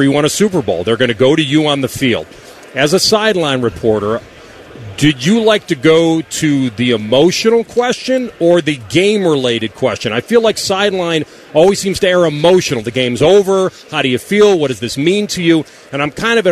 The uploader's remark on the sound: Live from Radio Row in Vegas!